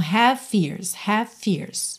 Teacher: Aqui é interessante que o V de have já junta no F de fears. Porque, olha, V e F são feitos no mesmo local, né? Que é lábio inferior nos dentes superiores.